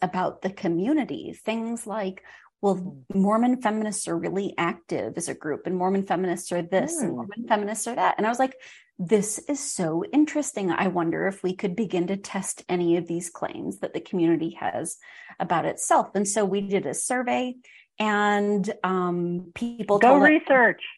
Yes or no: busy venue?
no